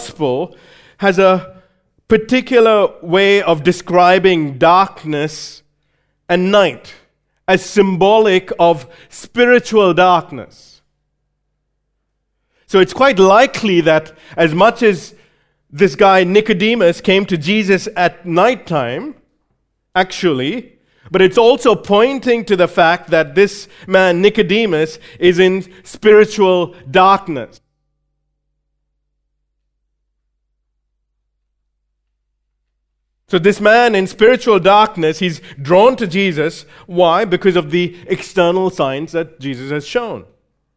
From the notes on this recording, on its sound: recorded live at Grace Community Bible Church